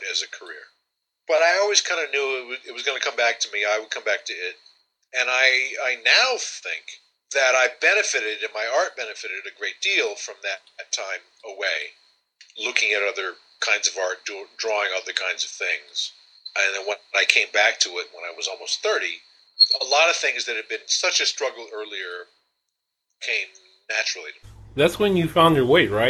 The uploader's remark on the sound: There were some major problems with the recording but we did manage to fix a good chunk.